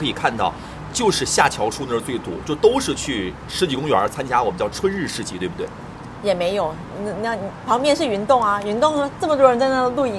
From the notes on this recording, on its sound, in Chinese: 世纪海角-赴一场春天的约会市集现场